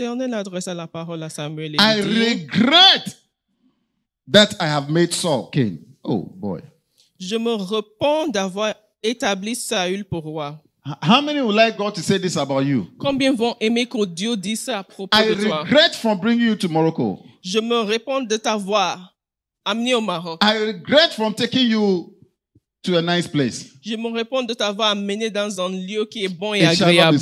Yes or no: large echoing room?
yes